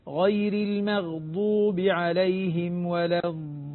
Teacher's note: فتكون الضاد ما تزال معها صفة الاستطالة وجريان الصوت